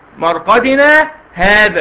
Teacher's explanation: ما توصلش بقى مرقدنا مع هذا · Term: سكتة